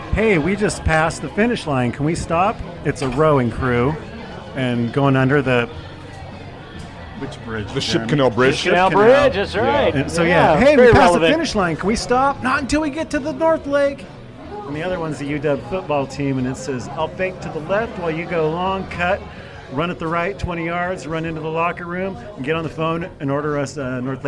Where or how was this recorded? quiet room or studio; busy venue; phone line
busy venue